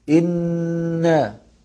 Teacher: طبعا إن كلها مرققة، الهمزة والنون، إن من حرف الترقيق طبعا، وإن النون مشددة يبقى حرف غنة مقداره حركتين، تقول إنا، لا تقول إنا، الصحيح يبقى في مد شوية في الغنة مقدار حركتين كما يعني يقول العلماء.